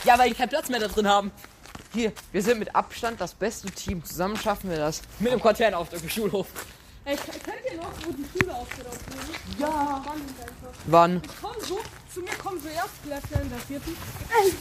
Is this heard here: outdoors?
yes